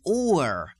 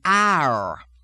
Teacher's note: You have the long sustained retroflexion of the tongue.